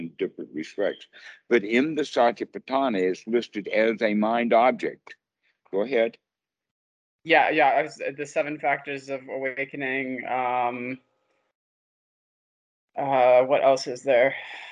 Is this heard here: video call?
yes